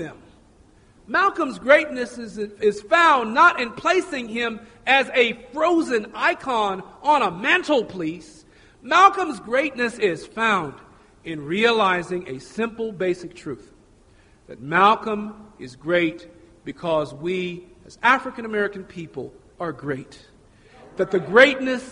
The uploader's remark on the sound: Recorded at Metro State College.